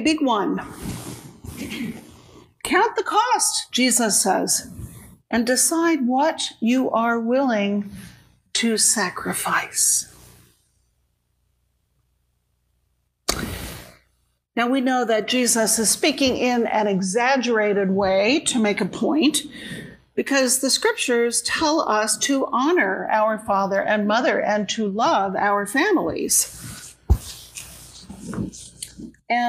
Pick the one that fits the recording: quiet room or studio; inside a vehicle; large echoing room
large echoing room